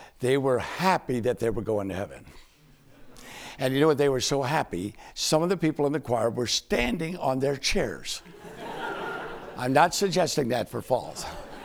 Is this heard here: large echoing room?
yes